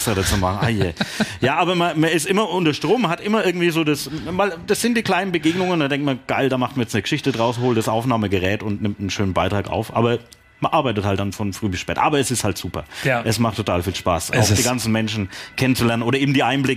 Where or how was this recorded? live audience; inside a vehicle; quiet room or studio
live audience